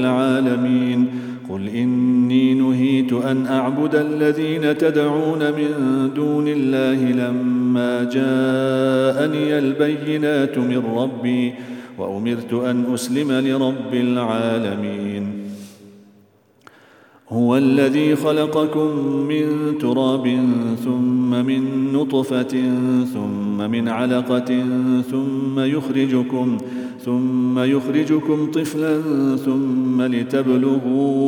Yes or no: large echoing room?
yes